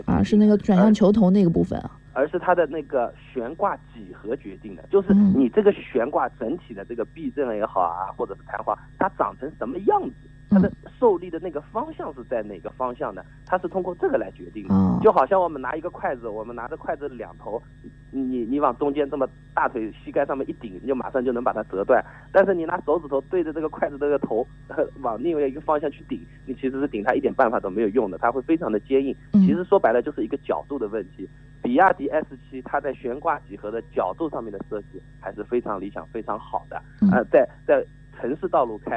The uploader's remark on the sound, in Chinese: 作客金华交通台进行了一次电话连线。杭州去金华的火车票因为春运的缘故没有买上,只有用电话来连线了,音质不太好。